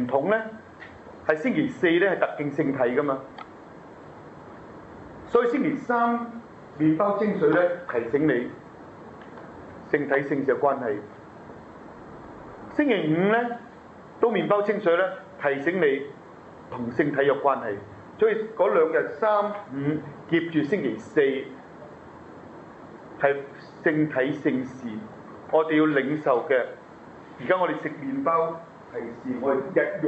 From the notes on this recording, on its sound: delivered to the HK’s June 2010 Medjugorje Pilgrims on May 9, 2010, in the Church of the Annunciation Church